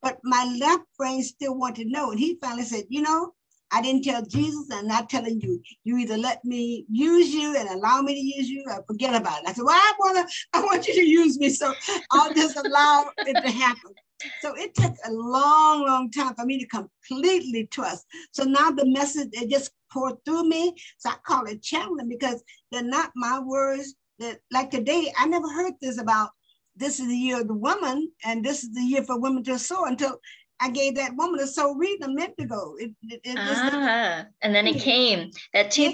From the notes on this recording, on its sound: Today she is zooming in from San Diego, CA.